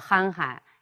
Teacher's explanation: 这是重叠词，是不是啊？第二个音节要轻读。